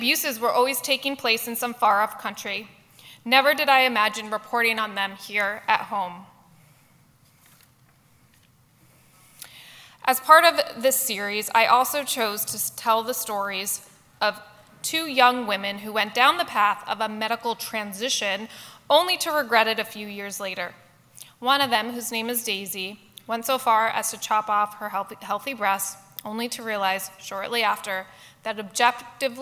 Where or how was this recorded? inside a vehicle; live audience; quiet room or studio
live audience